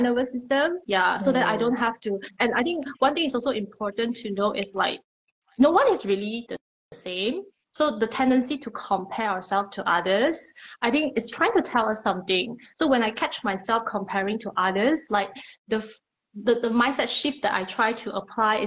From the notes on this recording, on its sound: During an IG Live.